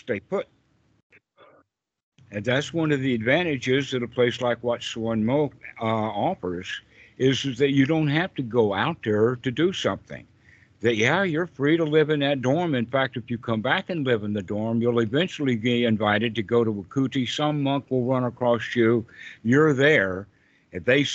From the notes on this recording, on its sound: during a UK Sangha call